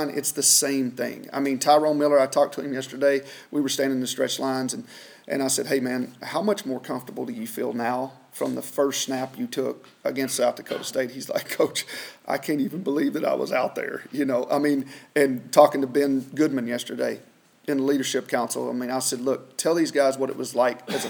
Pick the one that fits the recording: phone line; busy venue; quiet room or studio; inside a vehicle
busy venue